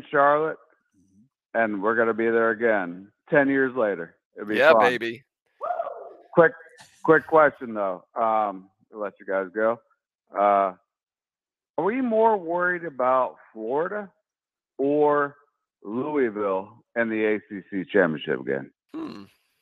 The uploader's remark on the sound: LIVE Warchant Gameday Postgame Call-In Show. The Warchant Gameday postgame call-in show is LIVE.